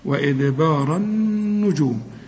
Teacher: بس رأى الباء ما تقولش وإدبار بار، لا وإدبار، وإدبار النجوم، شوف النون بتاعت النجوم مشددة لازم تغنى